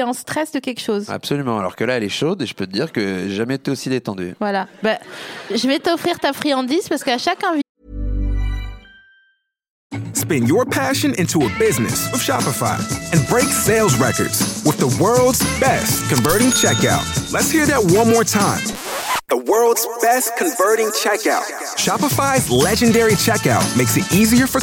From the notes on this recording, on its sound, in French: Cet épisode a été enregistré le 09 mars 2019 à La Nouvelle Seine (3 Quai de Montebello, Paris 5e).